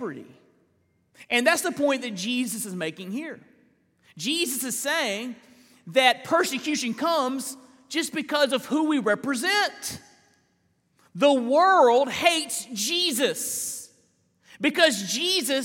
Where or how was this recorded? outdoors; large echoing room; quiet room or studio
large echoing room